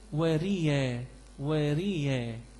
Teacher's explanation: إظهار الياء المبدلة من الهمز الساكن · Term: إظهاره